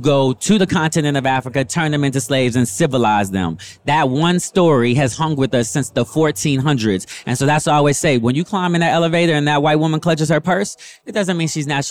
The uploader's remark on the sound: We Went LIVE at the FutureLAND Conference 2023